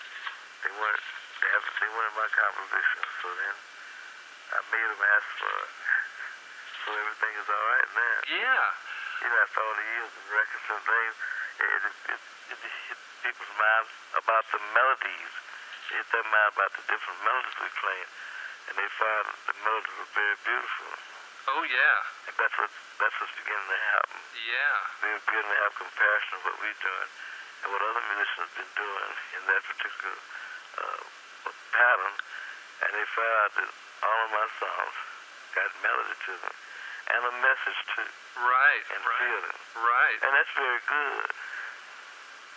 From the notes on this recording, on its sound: Phone call